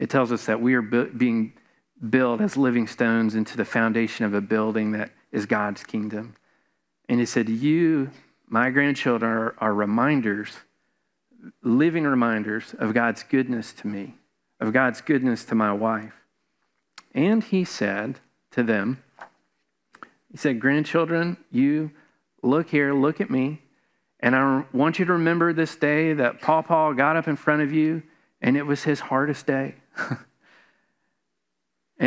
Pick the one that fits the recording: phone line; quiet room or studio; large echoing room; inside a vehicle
large echoing room